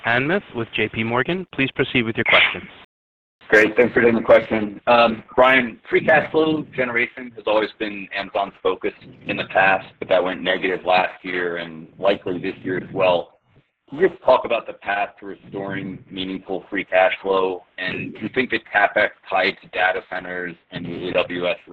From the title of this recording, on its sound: Earnings Conference Call